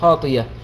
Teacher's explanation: سنقف في الإبدال على قاعدة الوقف لحمزة في مثل هذه الحالة، أن الهمزة مفتوحة وقبلها كسر فإننا ستبدل ياء